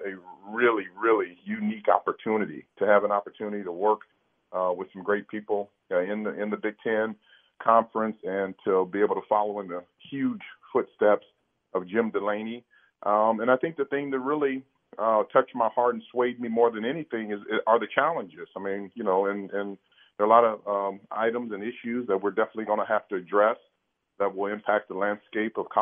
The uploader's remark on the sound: take some phone calls as well